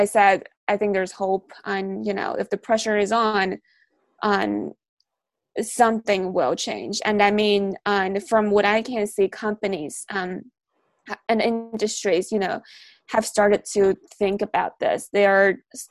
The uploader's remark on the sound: In this La Trobe Asia webinar